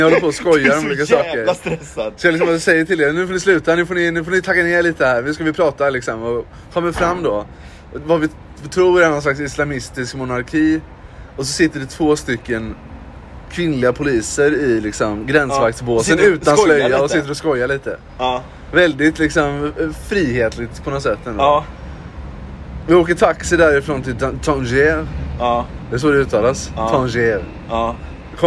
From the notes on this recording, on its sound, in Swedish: Dåligt ljud, avsnittet är inspelat på en takterass med massa pastis och cigg i kroppen och tutande bilar som bidrar till kaoset i denna episod.